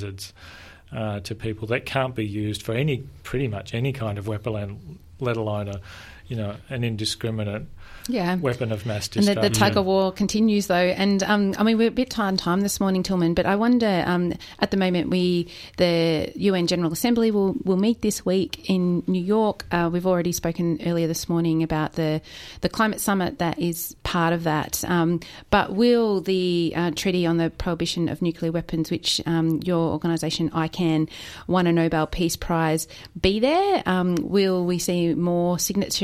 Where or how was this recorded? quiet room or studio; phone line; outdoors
quiet room or studio